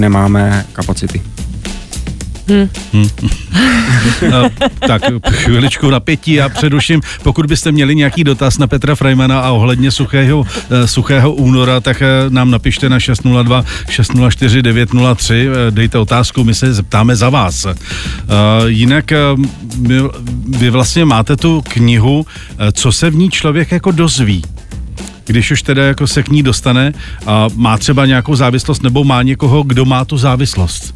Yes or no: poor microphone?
no